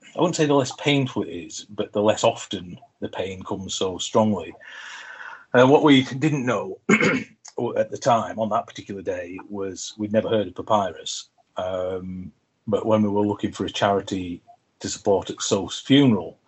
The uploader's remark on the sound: via Zoom